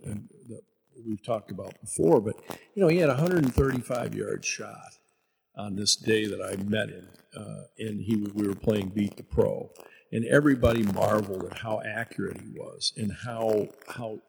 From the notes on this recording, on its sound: Unfortunately the audio file was damaged so the audio is not up to our standards. We thought it would be better to release it as is than to try to recreate the magic.